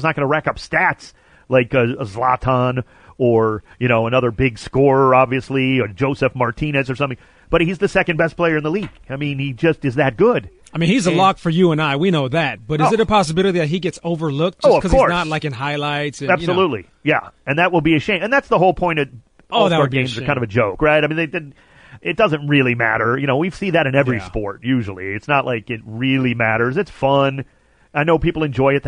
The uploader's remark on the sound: calls